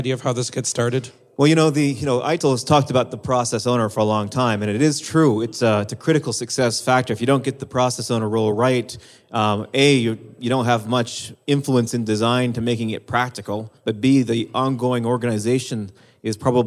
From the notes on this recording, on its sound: Live From Pink12